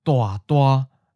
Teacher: The first syllable goes down and changes to mid-falling.